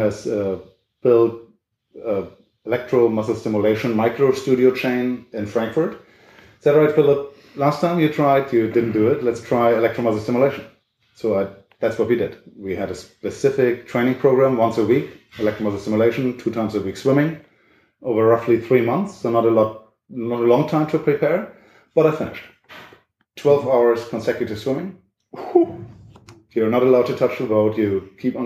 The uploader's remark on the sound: We originally intended to make an interview, but the video file was corrupted and so we only have the audio file for you. We hope you don’t mind all the surrounding noises, but we worked hard to already eliminate a lot of them.